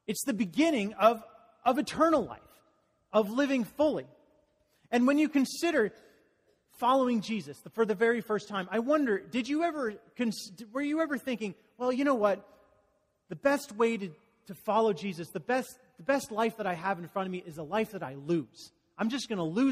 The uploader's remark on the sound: Message delivered during the Conteporary Worship service.